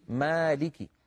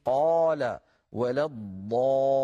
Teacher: هذا الحرف بالذات الألف مرقق إن سبق بمرقق في نحو مالك، وتفخم إن سبق بمفخم في نحو قال ولا الضالين. إذن الألف من حيث التفخيم والترقيق تبع للحرف الذي قبلها.